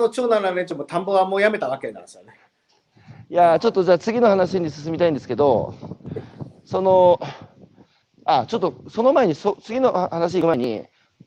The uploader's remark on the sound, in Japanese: 歩きながら1時間、対談する。歩くラジオ。